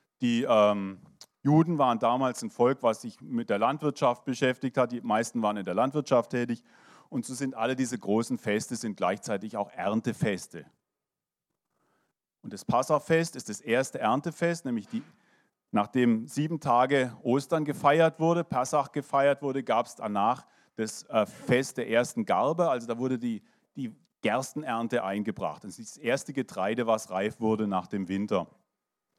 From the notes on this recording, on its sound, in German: 2023 in der Gemeinde Kaleo Schopfheim aufgenommen.